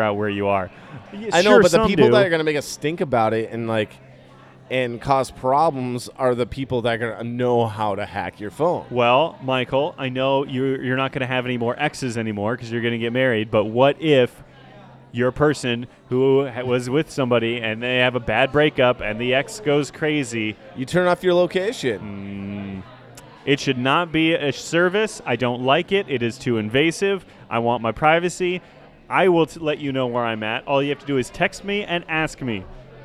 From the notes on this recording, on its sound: recorded at Off The Vine